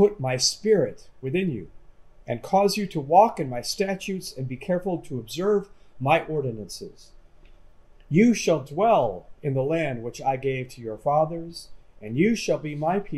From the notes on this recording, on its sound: This lecture was given on January 31, 2023, at Yale University.